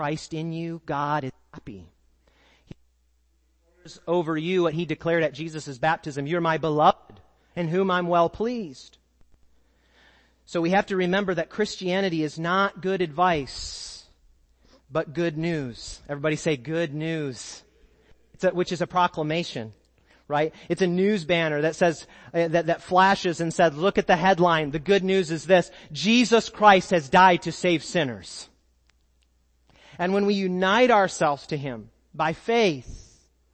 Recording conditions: large echoing room